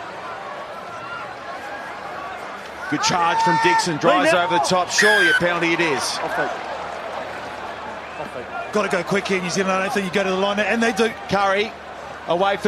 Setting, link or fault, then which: setting, busy venue